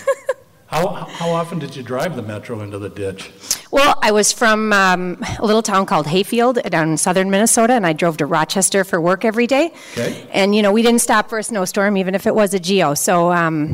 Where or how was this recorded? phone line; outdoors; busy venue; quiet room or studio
busy venue